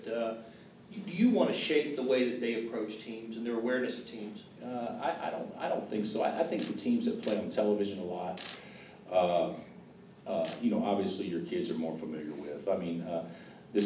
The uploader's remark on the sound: Press Conferences & Post-Game Interviews